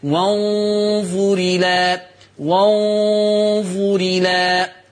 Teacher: وانظر الى هتبقى الراء مكسوره · Term: نقل